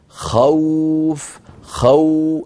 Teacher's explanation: أولا أنطق خاء مفتوحة ثم أنتقل إلى واو · Term: مد اللين